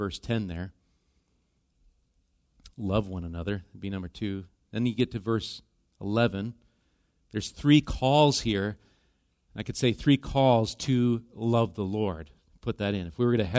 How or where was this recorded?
large echoing room